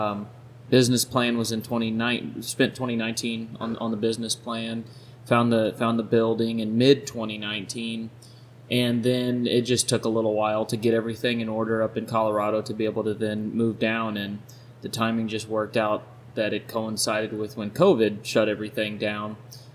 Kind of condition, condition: fault, sounds in the background